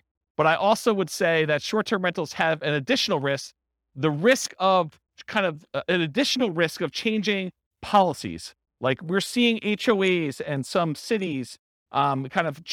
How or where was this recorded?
live audience